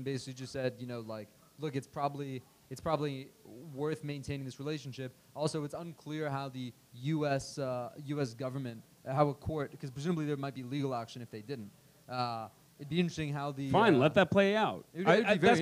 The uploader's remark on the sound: Live from Pubkey NYC!